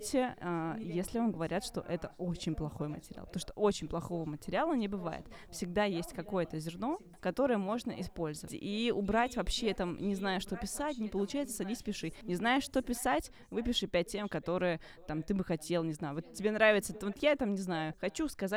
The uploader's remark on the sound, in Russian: Беседа вышла настолько оживленной, что студийная аппаратура дала сбой, но это только добавило камерности разговору. Как в шумном зале ресторана!